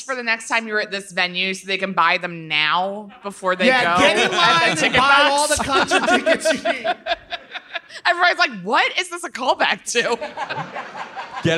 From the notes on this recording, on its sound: For a LIVE power hour in NYC (Recorded LIVE October 23, 2021).